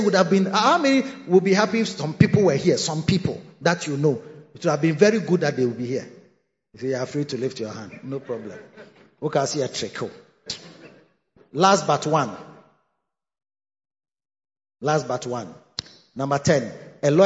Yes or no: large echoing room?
yes